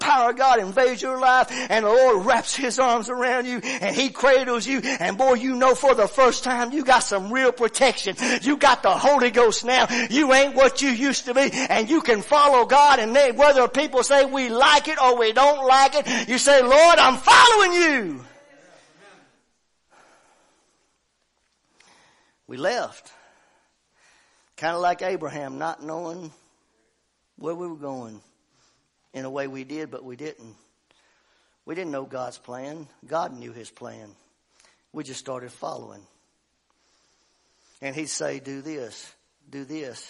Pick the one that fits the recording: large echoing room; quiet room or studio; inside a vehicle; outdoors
large echoing room